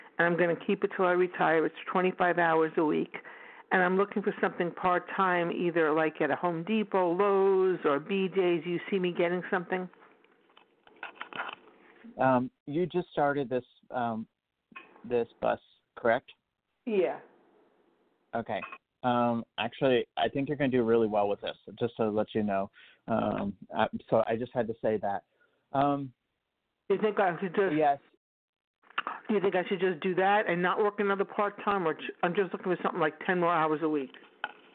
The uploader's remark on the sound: An international live show where callers can get psychic-medium readings